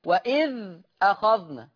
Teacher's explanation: بيشيل الهمزة وياخد الحركة يحطها على الساكن اللي قبلها · Term: بالنقل